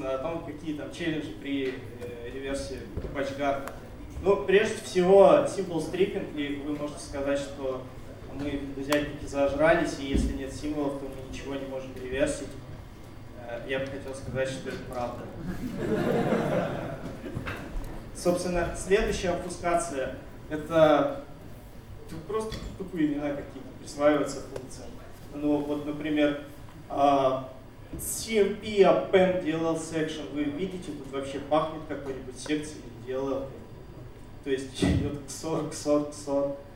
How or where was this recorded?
live audience